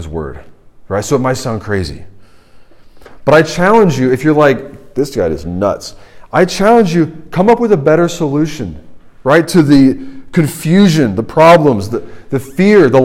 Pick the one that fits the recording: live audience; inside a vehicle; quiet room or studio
live audience